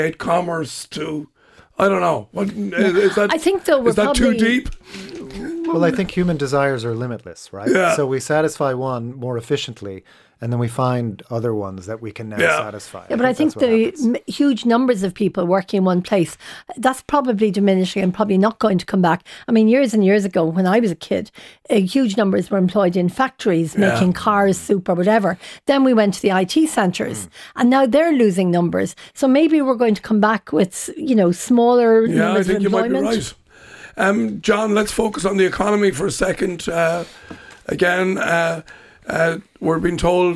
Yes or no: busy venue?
no